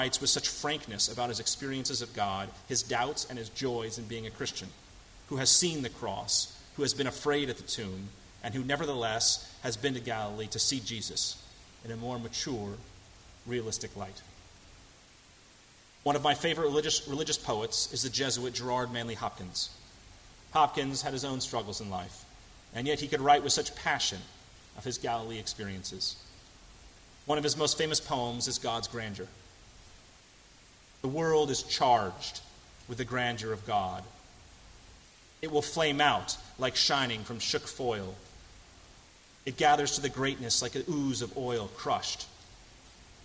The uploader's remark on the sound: at First Congregational Church of Houston